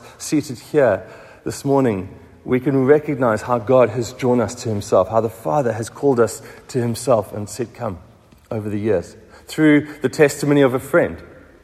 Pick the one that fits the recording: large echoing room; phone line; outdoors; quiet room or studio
large echoing room